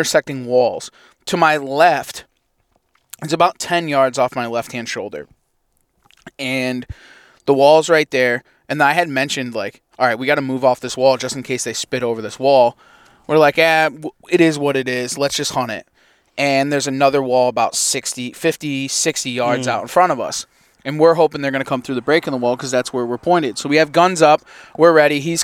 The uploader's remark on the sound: doing some scouting from the truck